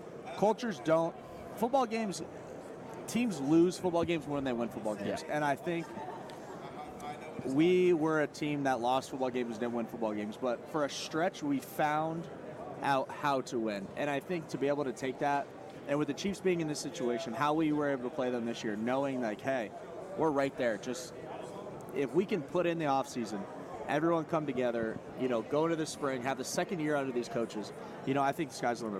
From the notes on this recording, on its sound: From Radio Row. Live on Radio Row.